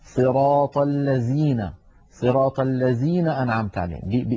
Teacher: من التحريفات العامية لهذا الحرف قلبه زايا، فكثير من العاميات العربية يقلبون الذال زايا